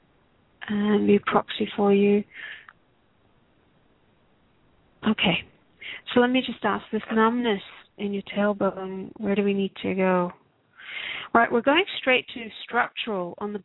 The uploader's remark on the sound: Takes your calls for healing live today!